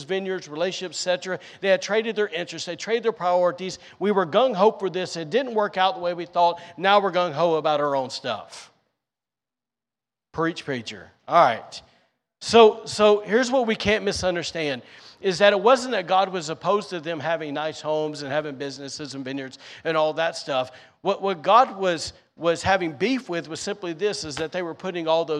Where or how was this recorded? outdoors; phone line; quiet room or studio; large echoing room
large echoing room